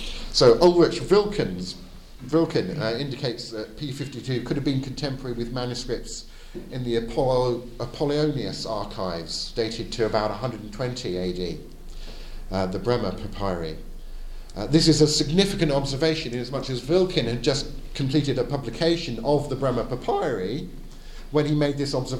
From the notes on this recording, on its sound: Edited audio of my talk at the Advanced Apologetics Network at the 2022 European Leadership Forum in Poland